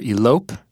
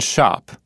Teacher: The O in elope is tense, and in shop, lax.